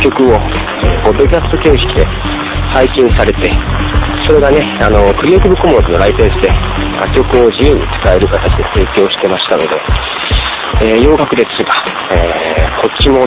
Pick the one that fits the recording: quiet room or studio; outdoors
outdoors